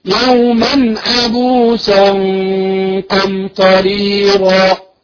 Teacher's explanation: يوما هنا ما في غنة مستطالة بمقدار حركتين لان اظهار حلقي ليس فيه غنة مستطالة